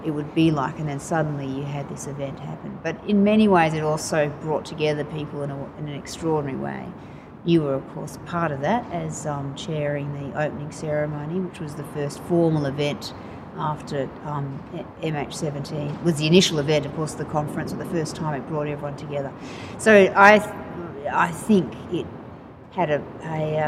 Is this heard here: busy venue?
yes